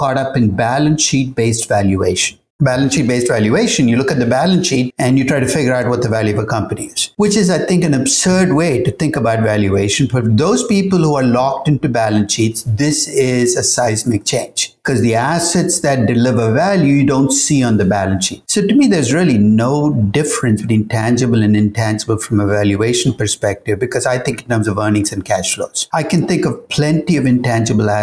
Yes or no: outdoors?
no